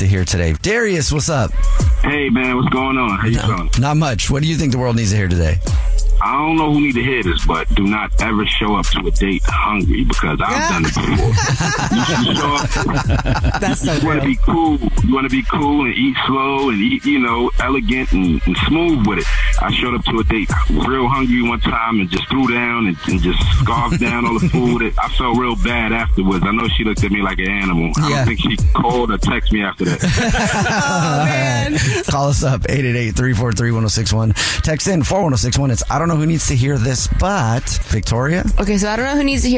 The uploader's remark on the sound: One of our listeners is on the phone. There is another listener on the phone.